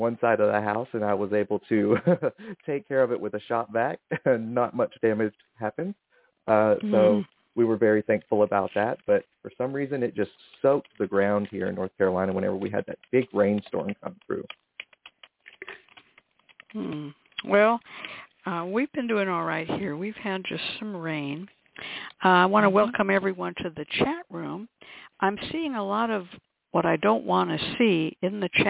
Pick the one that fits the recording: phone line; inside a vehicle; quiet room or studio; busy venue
phone line